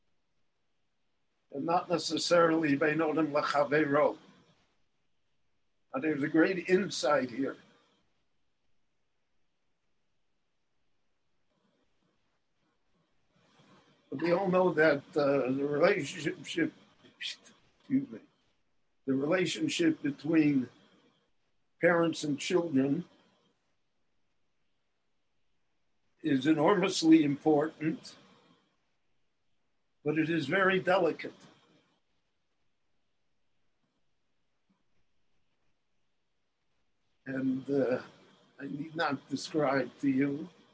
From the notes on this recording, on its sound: The following lecture was delivered LIVE in Jerusalem via Zoom